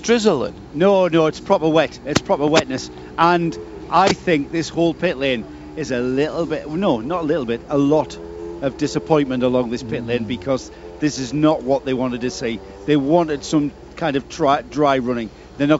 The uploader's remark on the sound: Live from Le Mans.